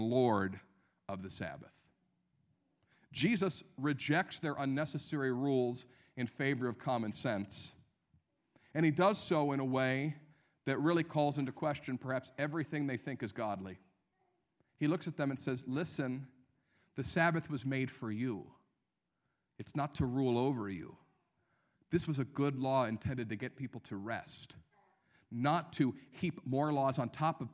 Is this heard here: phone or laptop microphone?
no